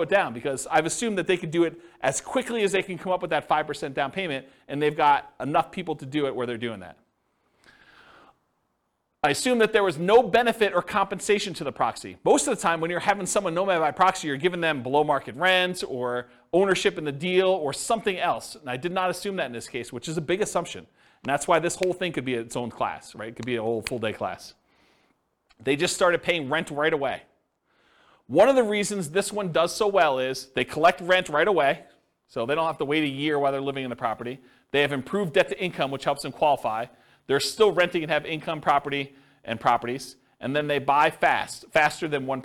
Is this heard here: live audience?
yes